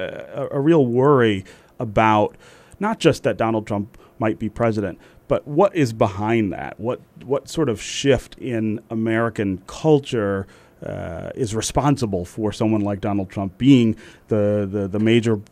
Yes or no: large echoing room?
no